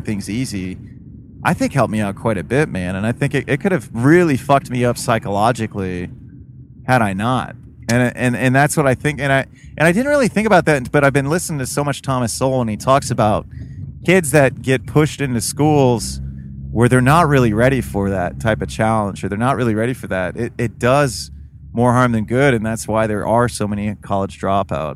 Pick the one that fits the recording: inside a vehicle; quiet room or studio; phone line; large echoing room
inside a vehicle